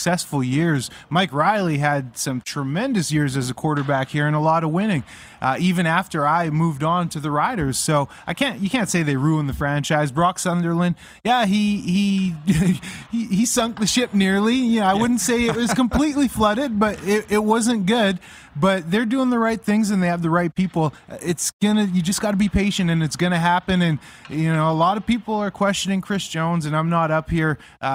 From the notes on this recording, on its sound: We are LIVE from inside Rogers Place in Edmonton, Alberta. Site of the 2022 World Junior (2.0) championships!